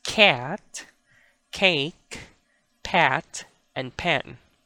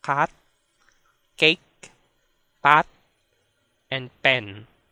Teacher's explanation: in Binisaya, the K and P are not aspirated at all · Shown in: second take